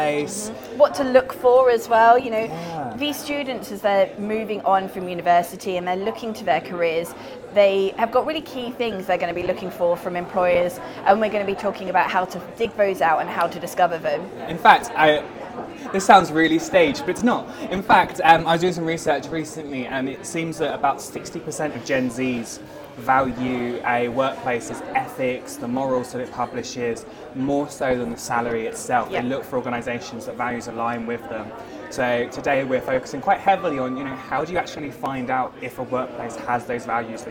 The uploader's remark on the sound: These interviews were recorded at Barclay's Head Office in Canary Wharf for Trans in the City's Student Ambassadors Launch Event during Trans Awareness Week.